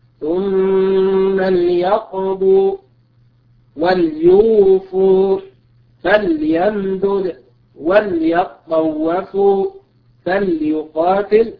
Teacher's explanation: وينطق بها ساكنة، هذه لام الامر لا تأتي الا ساكنة، وتأخذ زمن التوسط الا اذا بدأ بها فتكسر.